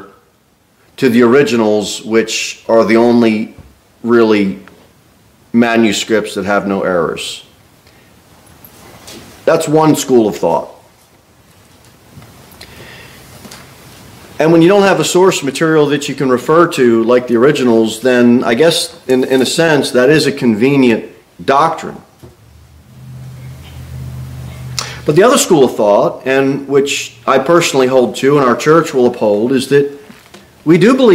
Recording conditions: large echoing room